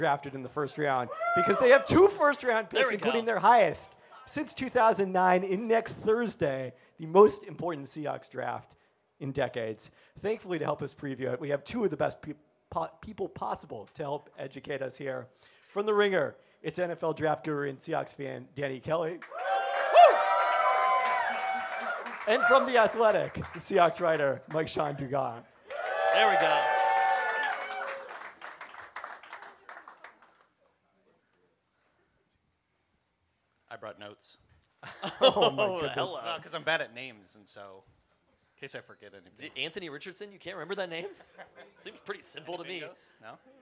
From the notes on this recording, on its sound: Peltoncast Live Spring 2023. Our live show on April 21 at Belltown Yacht Club.